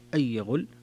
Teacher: هنا ترك الغنة لخلف عن حمزة